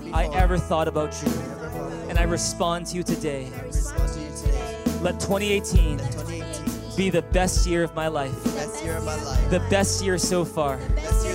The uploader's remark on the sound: Recorded on December 31, 2017 at THRIVE Church Vancouver, Canada